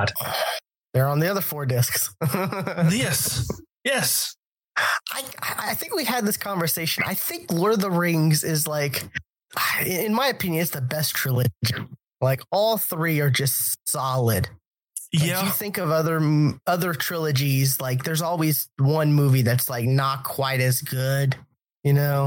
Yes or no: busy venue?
no